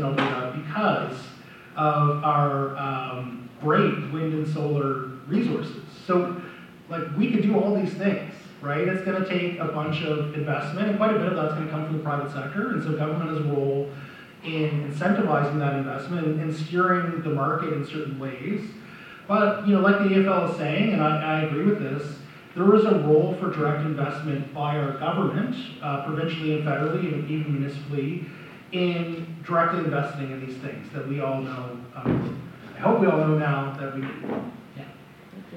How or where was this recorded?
live audience